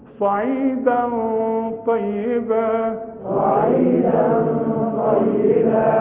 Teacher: حرقق الدال، اقول صعيد ده ده عشان تطلع الدال مرققه، وبعدين الغنه مفخمه علشان الطاء